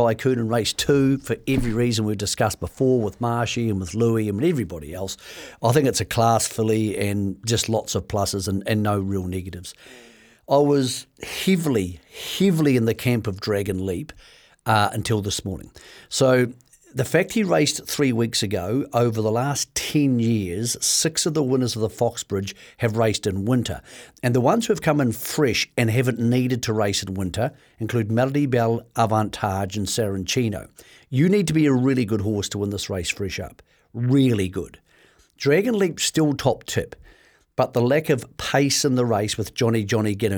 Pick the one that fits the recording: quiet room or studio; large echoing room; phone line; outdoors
quiet room or studio